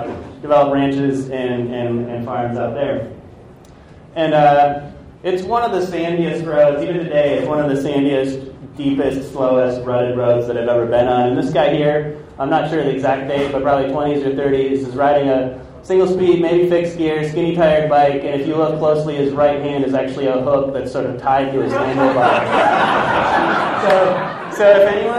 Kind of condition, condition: setting, busy venue